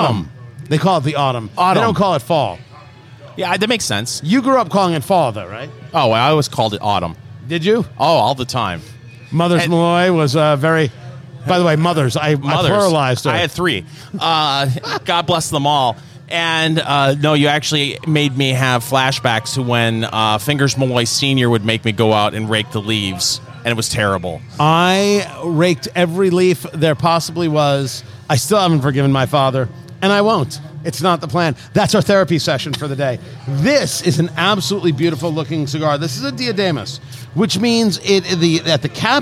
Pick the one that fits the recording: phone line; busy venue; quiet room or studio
busy venue